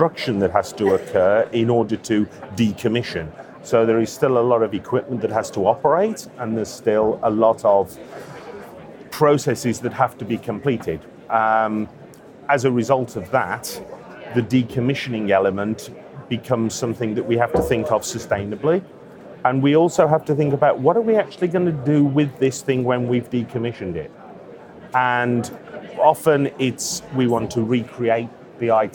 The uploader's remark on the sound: The Energy Voice team were at the Energy Exports Conference this week at P&J in Aberdeen.